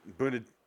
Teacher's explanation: no R's are pronounced in England.